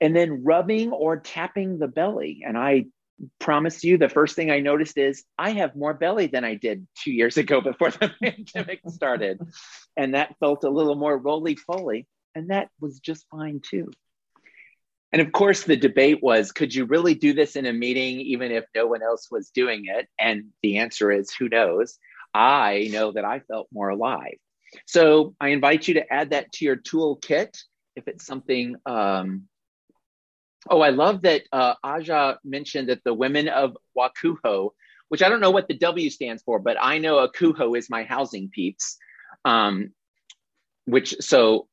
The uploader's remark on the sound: This is the audio replay of a monthly Zoomy Zoom.